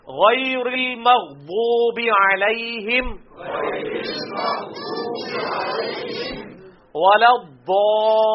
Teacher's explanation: یہ پانچ الف تک کم از کم کھینچنا، یہ بڑی مد ہے